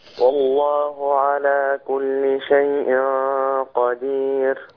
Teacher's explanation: الغنه اللي هتكون تابعه للاخفاء هتكون غنه مفخمه، لان القاف حرف ايه؟ استعلاء. حرف استعلاء، حرف من حروف التفخيم.